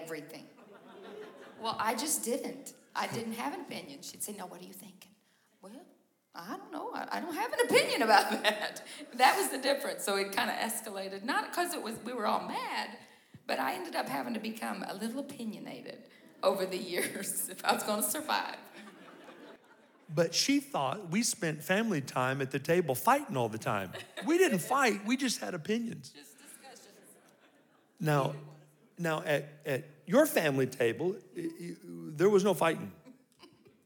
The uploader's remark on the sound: These episodes were recorded live at our 2023 Calvary Marriage Seminar.